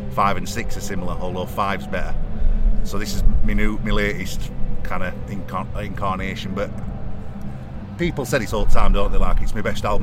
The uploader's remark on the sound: TRAMLINES FESTIVAL PRESS CONFERENCE